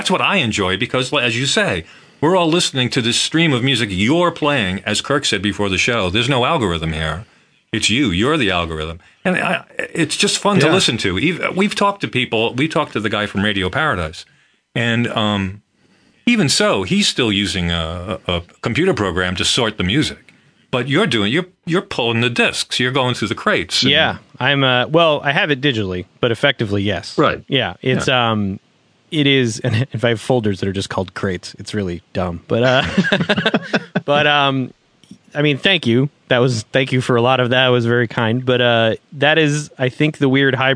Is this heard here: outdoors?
no